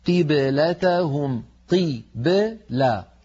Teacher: من جملة ذلك قوله تعالى في الآية 142 قبلتهم قبلة، الباء ساكنة قبلها مكسور بعدها مفتوح، فعلينا أن نخرج الباء ساكنة غير متأثرة بالكسرة قبلها · Term: حروف قلقلة